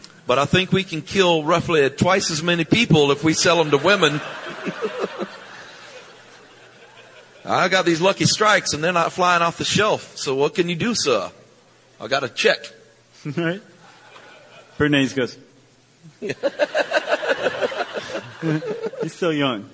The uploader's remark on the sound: Live in Chicago. This fascinating live episode.